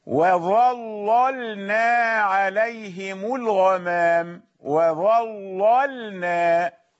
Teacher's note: انتبه عندك لامان واحدة مفخمة والثانية مرققة، لا تعطيهما حكما واحدا. وظللنا عليهم الغمام، وظللنا، لا تفخم اللامين.